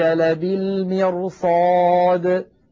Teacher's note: وبعدها صاد مفتوحة، والصاد كما مر معنا من حروف خص صادات، فالراء تتفخم تأثرا بجارتها الصاد المفخمة